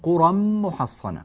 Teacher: التنوين جاء بعده ميم فأدغمناه